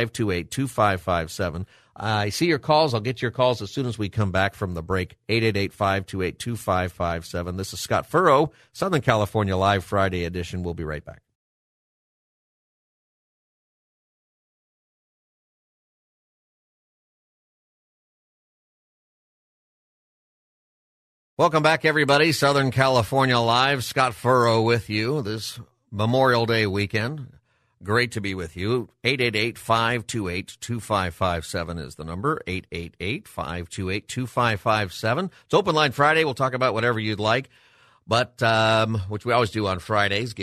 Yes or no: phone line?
yes